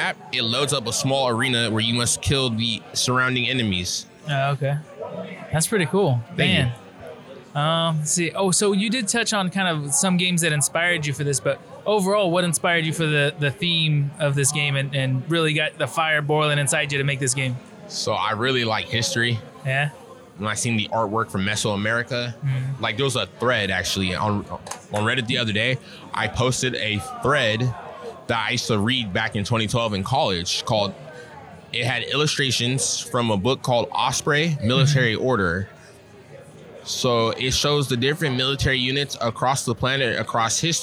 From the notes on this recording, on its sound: Live at Capital Creative Showcase 2023.